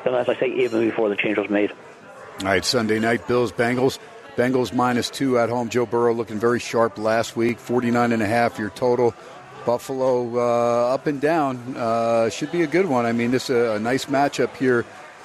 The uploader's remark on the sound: SPORTSXRADIO HUMP DAY FROM STEINERS PUB. "Live" from #SteinersPub #LasVegas. SXR is heard "live" on 101.5 FM K-DAWN out of #LasVegas.